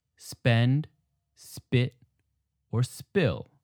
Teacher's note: All of these words have a P that is unaspirated.